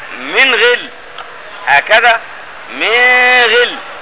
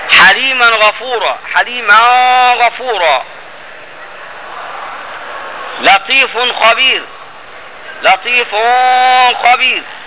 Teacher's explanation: طبعا واحنا عارفين حروف الحلق اللي هما ايه الهمزة والهاء والعين والحاء والغين والخاء. الا ان ابا جعفر عند الغين والخاء يخفي النون الساكنة والتنوين من غير غنة مع الغنة يعني مثلا ايه من غل هكذا من غل حليما غفورا حليما غفورا لطيف خبير لطيف خبير وهكذا.